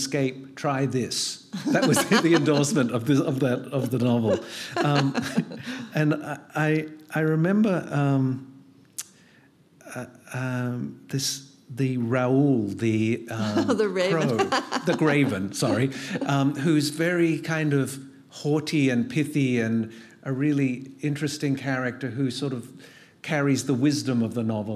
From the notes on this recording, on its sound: At this exclusive in-conversation event. At The Wheeler Centre.